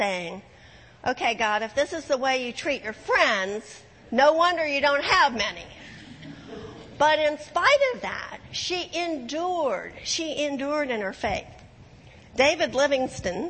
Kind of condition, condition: setting, large echoing room